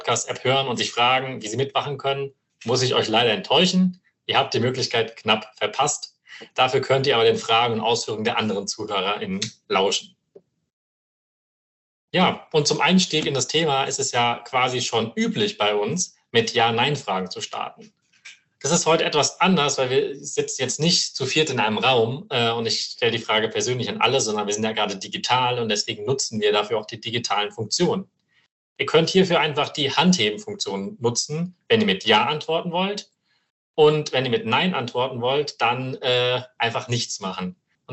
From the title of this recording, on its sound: Live Online Meeting